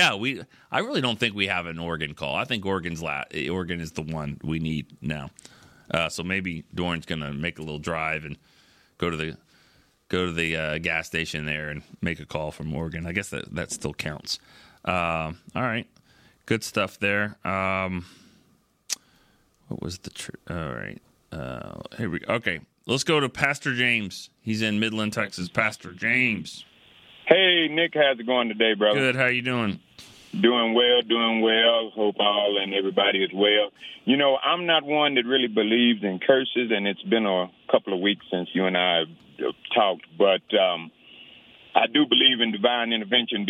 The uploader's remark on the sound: The fans called in with a mix of excitement, nerves and anxiousness.